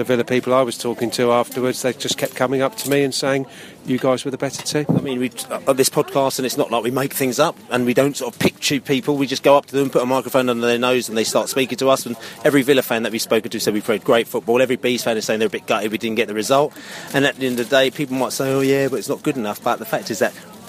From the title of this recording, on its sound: post-match podcast from the pub